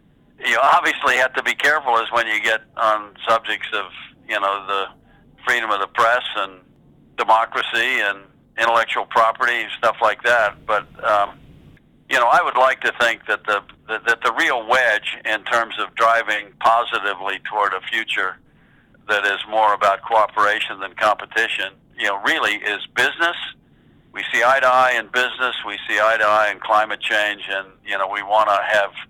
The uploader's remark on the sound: In this phone interview